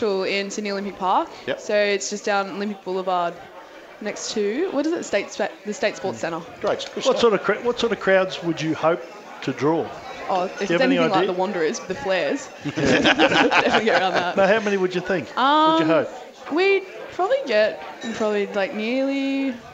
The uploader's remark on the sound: joined on stage at Wenty Leagues